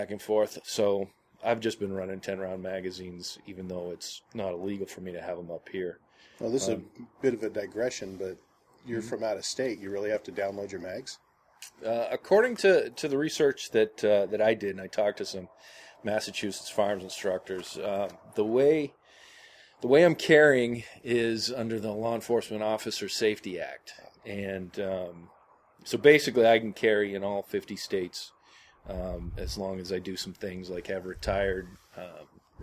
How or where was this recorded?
outdoors